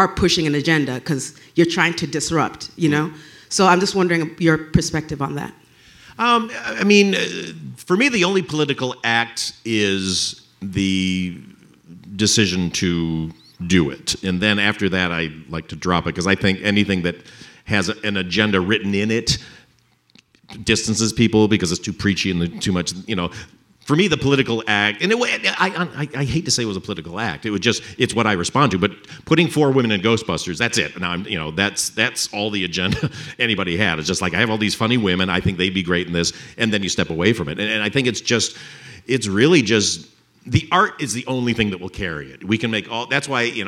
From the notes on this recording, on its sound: At the Athena Film Festival. Presented here are some highlights from the live Q&A that took place on the Athena Film Festival's live feed.